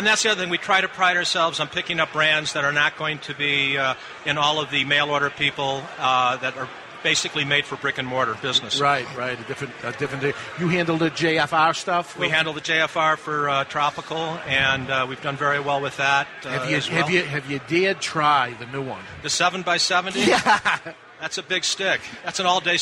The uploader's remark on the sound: Live from Boulder, Colorado for the second annual Rocky Mountain Cigar Festival!